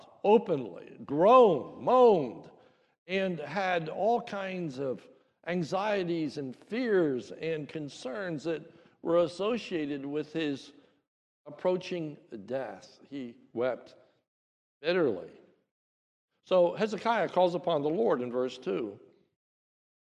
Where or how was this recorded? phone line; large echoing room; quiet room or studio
large echoing room